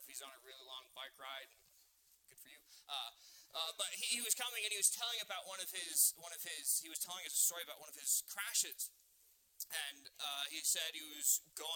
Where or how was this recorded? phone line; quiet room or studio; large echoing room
large echoing room